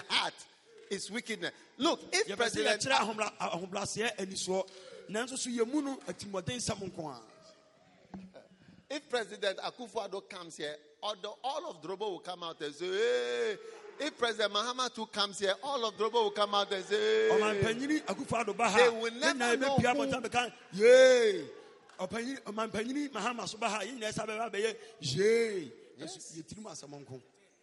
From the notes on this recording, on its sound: Preached at a Healing Jesus Campaign Pastors&#8217; conference in Drobo, Ghana. Preached at a Healing Jesus Campaign Pastors’ conference in Drobo, Ghana.